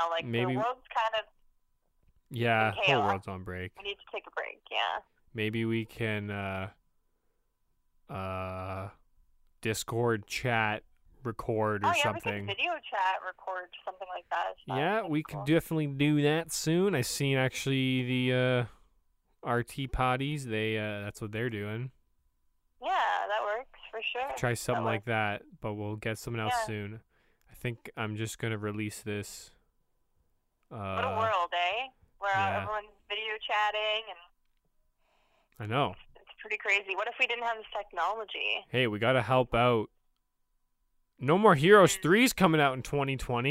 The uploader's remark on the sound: joins via phone call